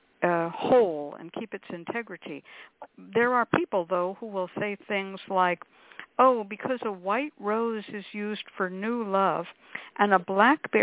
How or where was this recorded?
phone line